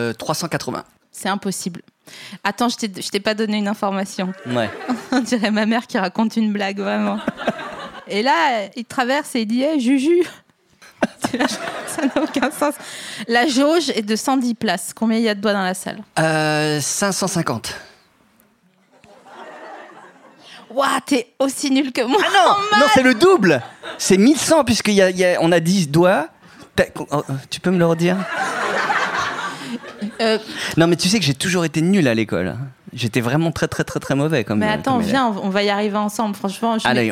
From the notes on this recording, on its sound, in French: Cet épisode a été enregistré le 6 juillet 2019 à La Nouvelle Seine (3 Quai de Montebello, Paris 5e).